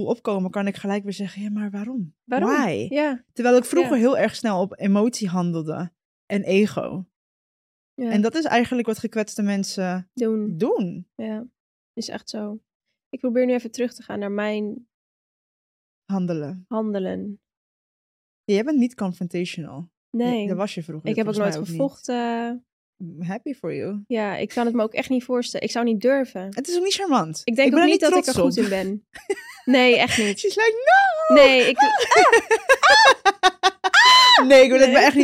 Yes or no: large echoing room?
no